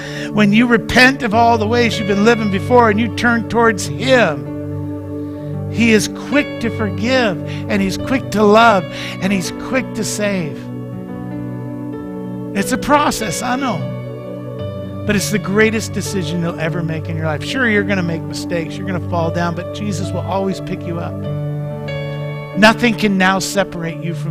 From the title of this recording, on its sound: Mt. Zion Church Live!